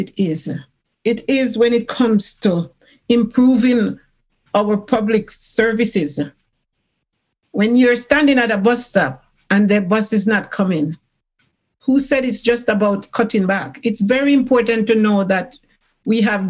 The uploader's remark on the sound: GBC's fully digital Labour Fair. A Zoom keynote lecture.